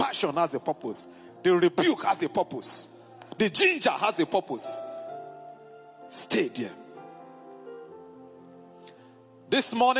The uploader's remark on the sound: A live ministration at the Headquarters church